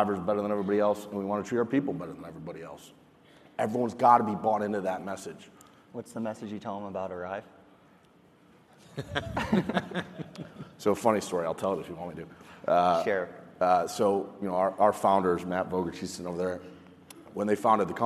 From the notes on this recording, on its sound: lively session from FreightWaves LIVE: Chicago